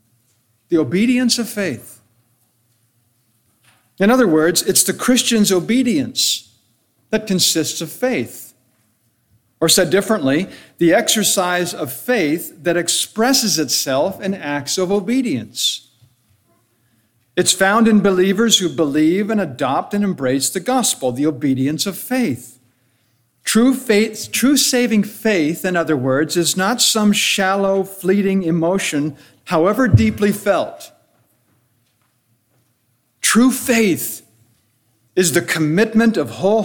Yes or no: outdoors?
no